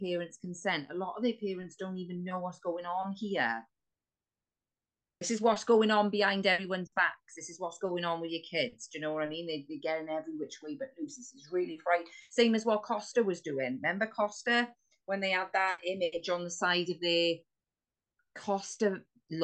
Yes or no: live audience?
no